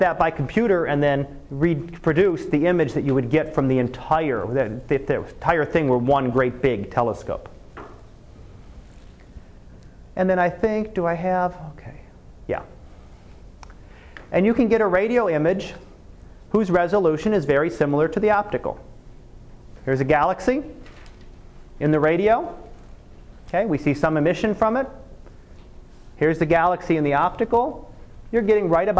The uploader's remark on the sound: Live Class Lecture